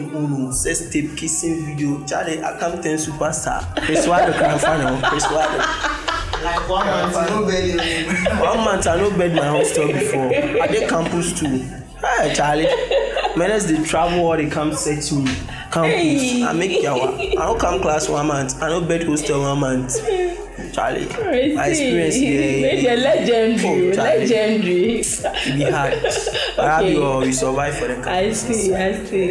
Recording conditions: background noise